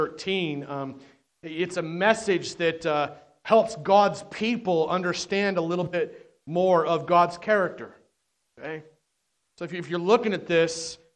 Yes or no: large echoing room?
yes